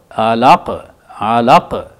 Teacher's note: دیکھیے قاف ایسے لگتا ہے کہ شاید ڈبل ہے، ڈبل نہیں ہے وہ، لیکن وہ قلقلے کے اس قانون کے مطابق جو ہے وہ یہاں ساکن ہو گیا ہے. · Term: قلقلہ